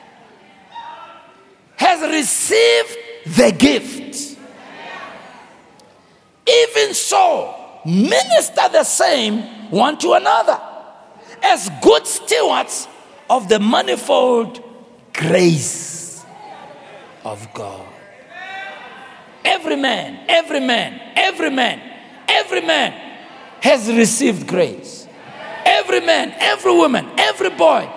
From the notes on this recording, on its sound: preached at the Crossover Service, on the 31st of December, 2023